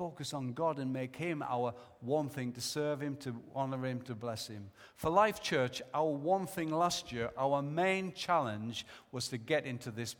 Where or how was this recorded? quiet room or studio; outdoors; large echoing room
large echoing room